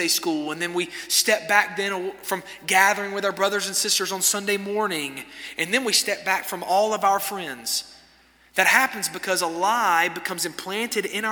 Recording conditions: large echoing room